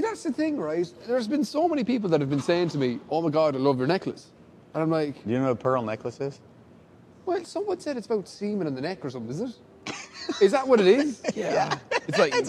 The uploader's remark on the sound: FILMED IN SOME RANDOM HALLWAY LIVE FROM GCX IN FLORIDA!